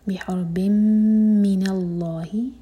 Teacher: اس کے بعد ہے بِحَرْبٍ مِّنَ اللَّهِ، ساکن ہیوی ہوگا اور باقی تنوین کے بعد میم، تو یہ ہے ادغام غنہ کے ساتھ، میم پر دو سیکنڈ کا ٹائم دیں گے